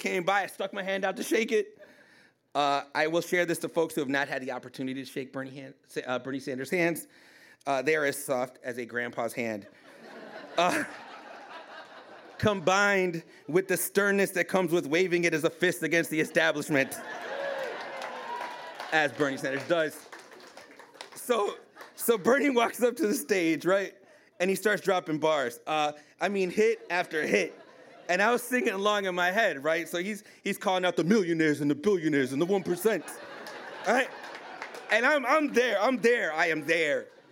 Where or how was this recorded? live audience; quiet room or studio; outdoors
live audience